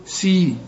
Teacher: السين في عموم القرآن مرققة، وتكون أكثر رقة إذا كانت مكسورة